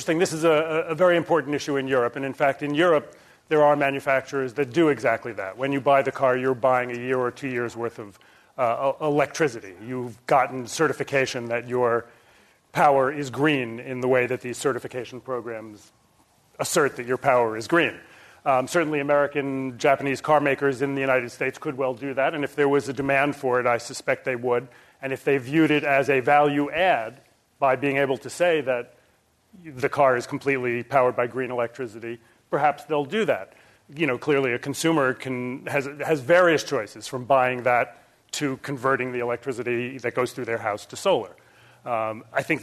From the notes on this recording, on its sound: This program was recorded in front of a live audience at The Commonwealth Club on January 13, 2011